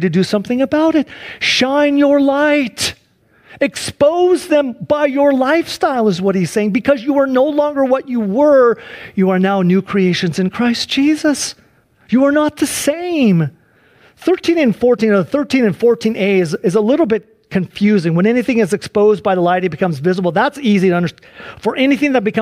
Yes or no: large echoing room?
yes